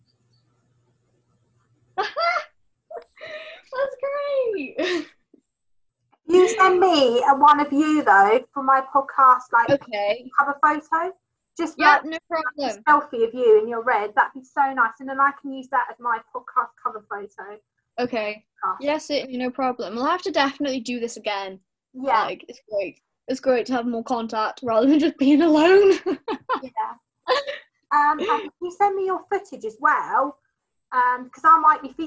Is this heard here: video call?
yes